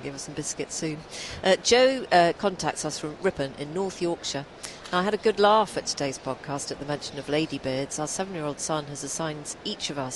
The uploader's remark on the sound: live at Destinations: The Holiday and Travel Show